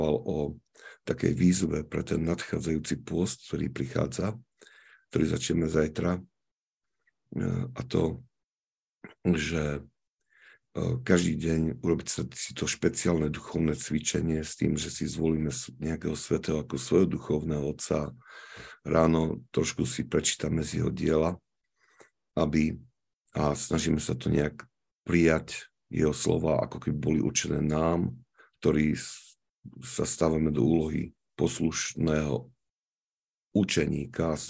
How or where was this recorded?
video call